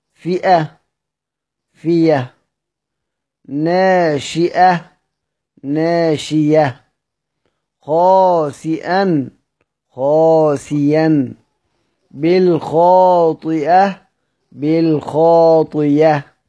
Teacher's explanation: للهمزة المفتوحة بعد كسر، وقلنا سيدنا حمزة بيبدلها ياء، بيبدلها ياء مفتوحة